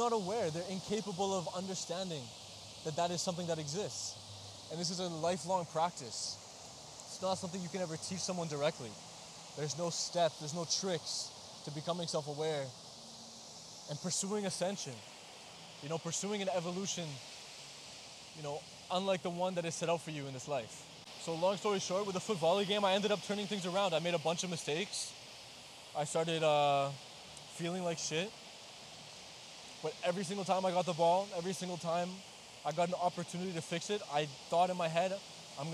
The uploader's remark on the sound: I recorded an episode on the beach when I was in Portugal during the summer of 2023, I originally wasn't intending to release it because some of the audio didn't turn out great (this is why you don't record episodes on a beach I guess).